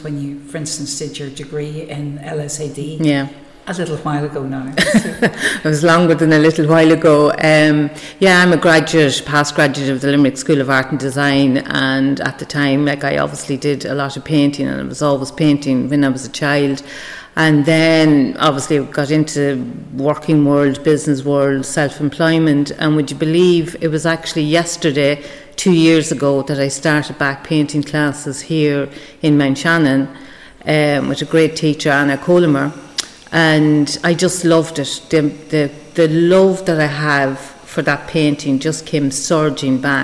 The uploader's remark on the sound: At the Berry tree Cafe Mountshannon. Broadcast live from the Derg.